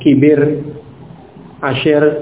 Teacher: Jadi kalau itu fathah, hanya imalah fathahnya saja, maka dibaca pendek e-nya. Ya, kibir, asyir, seperti itu pendek.